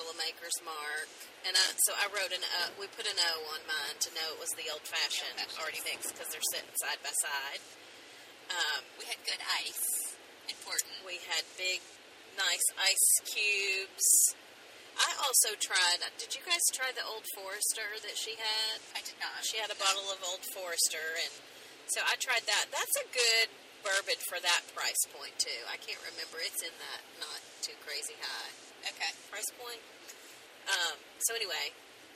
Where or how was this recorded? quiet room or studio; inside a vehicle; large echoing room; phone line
inside a vehicle